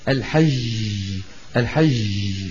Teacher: الجيم إذا ضعفت وإذا ما عادت مجهورة مثل ما قلنا الحج الحج، ولاحظنا بأنه هذا الصوت شبيه جدا بصوت الشين